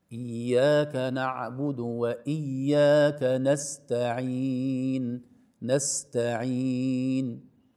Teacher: السين تخرج لينة مهموسة ولا تقلقل